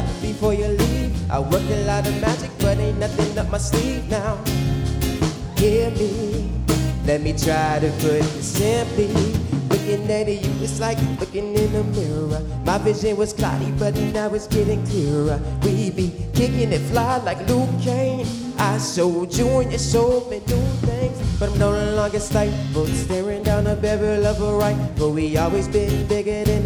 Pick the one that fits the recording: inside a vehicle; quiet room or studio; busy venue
busy venue